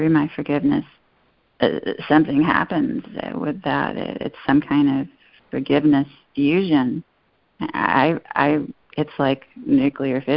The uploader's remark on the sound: ACIM Daily Conference Call.